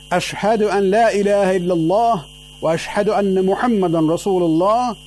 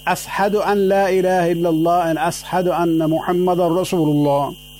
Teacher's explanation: What they meant was somebody from the Arabs, because Bilal cannot pronounce the Arabic letter Sheen properly. Instead of Sheen, he says Seen.